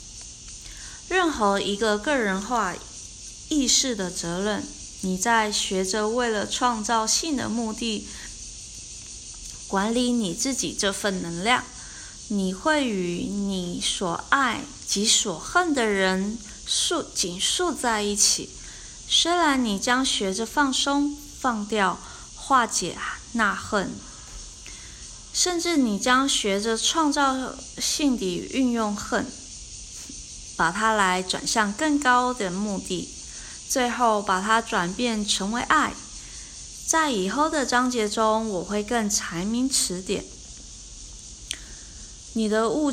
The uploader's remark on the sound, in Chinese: 今天的背景聲音是蟬鳴，原來今天錄音剛好是夏至。